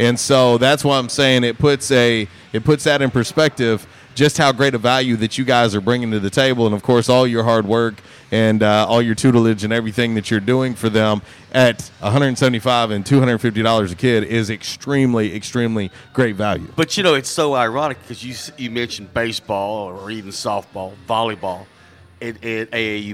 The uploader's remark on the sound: LIVE from J'Town's Grill.